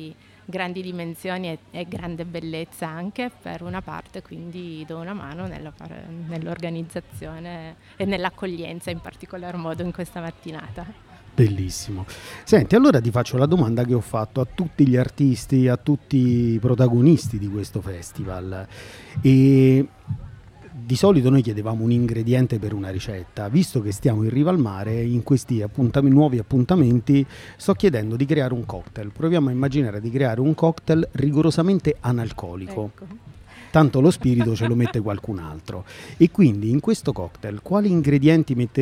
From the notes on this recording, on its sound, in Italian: La puntata è stata infatti registrata in un podcast live poco prima del Joy Music Fest nel parco di fronte al Baky Bay di Bellaria Igea marina